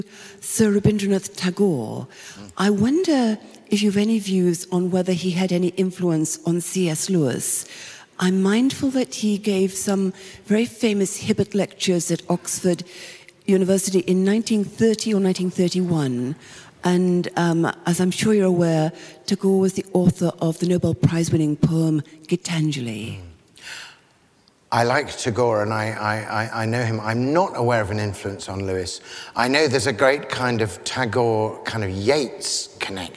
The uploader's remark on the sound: lecture from the 2013 CS Lewis Symposium at Westminster Abbey